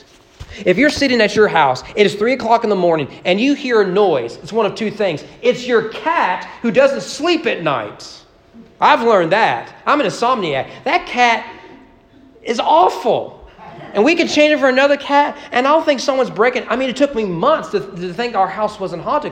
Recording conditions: large echoing room